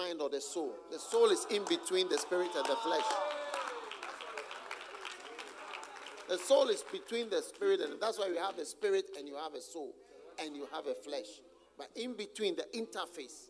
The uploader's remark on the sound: Preached at the Use It or Lose It Camp, USA.